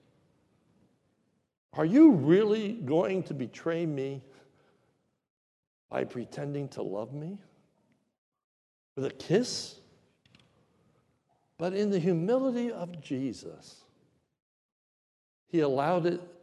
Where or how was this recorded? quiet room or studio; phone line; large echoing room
large echoing room